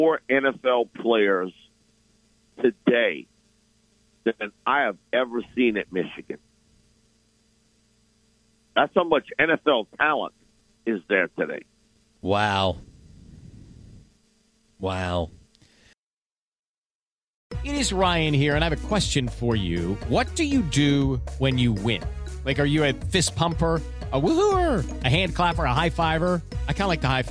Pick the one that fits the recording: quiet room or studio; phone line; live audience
phone line